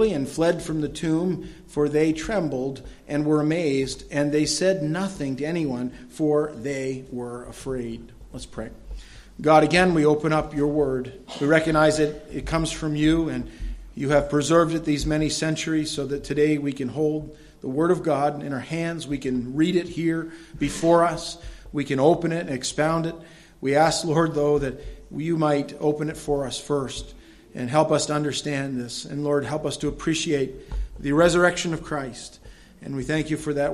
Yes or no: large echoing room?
yes